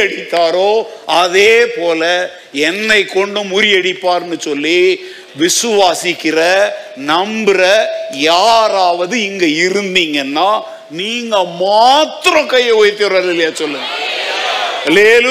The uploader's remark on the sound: Sunday 2nd Service Sermon Live